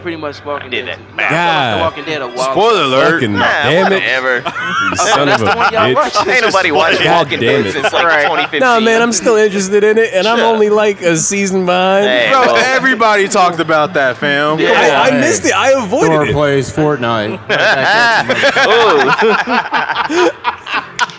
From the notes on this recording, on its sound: Recording live from Dream Con 2019 in Waco Texas. We interviewed a fan and vender at Dream Con.